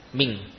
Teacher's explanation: nun tidak lagi dilafadzkan dari ujung lidah, namun dari mana, pangkal lidah · Term: ikhfa